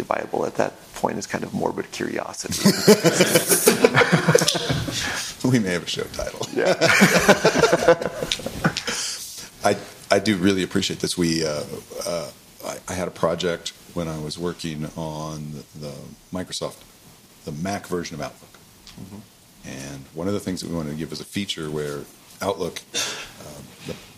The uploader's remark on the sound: In our second live CppCon 2019 episode